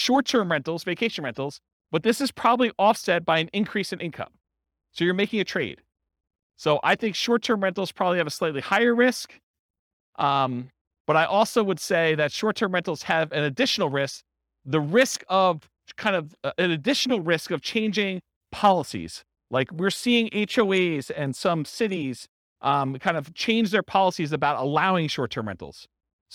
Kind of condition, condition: setting, live audience